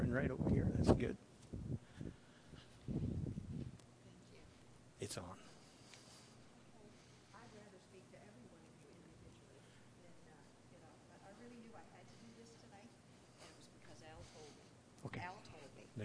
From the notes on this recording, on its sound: Delivered at The People’s Church of Somerville, NB on the evening of January 18, 2015.